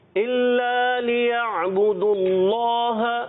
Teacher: اللہ کے لام کو ہم نے پر کرنا ہے موٹا کرنا ہے